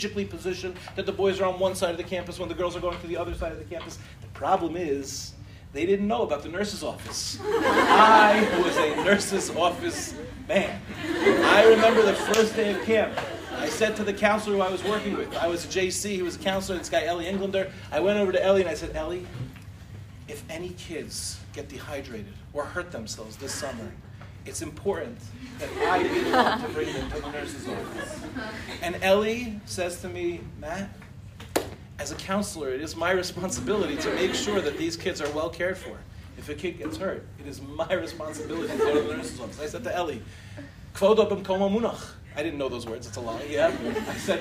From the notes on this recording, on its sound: In this shiur, delivered in Michlala